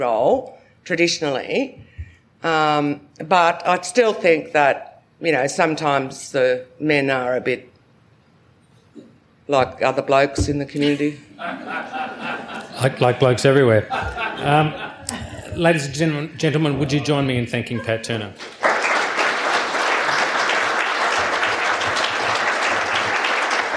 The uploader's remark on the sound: Recorded live at the National Press Club. We bring you the live recording of the ‘Australia and the World’ annual lecture.